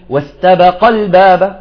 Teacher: نعطي نبر على القاف